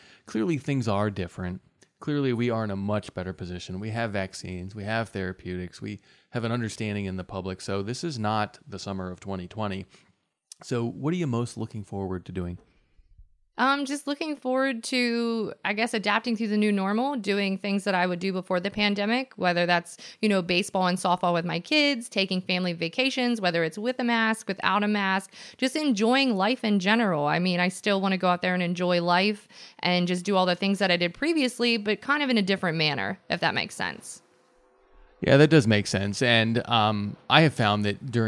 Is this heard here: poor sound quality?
no